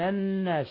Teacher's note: حرف غنة مشدد يغن مقدار حركتين